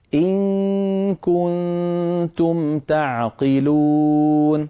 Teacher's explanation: عندما تخفين النون عند الكاف اذهبي مباشرة إلى مخرج الكاف